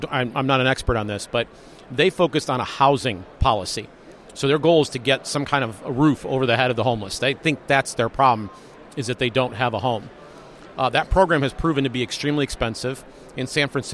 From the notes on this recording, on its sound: Freedom Fest Interviews Part Two.